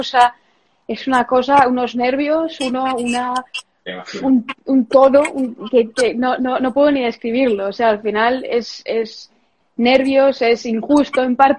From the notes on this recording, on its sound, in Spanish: en Instagram Live el 11 de amyo de 2020